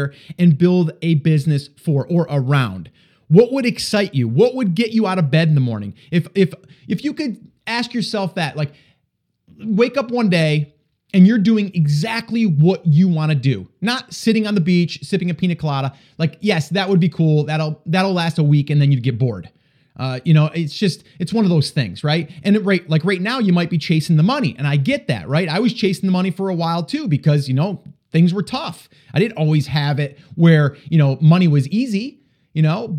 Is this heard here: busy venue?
no